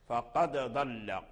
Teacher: ومعروف أن الضاد من الحروف المتقاربة، لأن الضاد يخرج من وسط اللسان ثم يتطاول، أي يمشي مع اللسان إلى حافته إلى قرب رأسه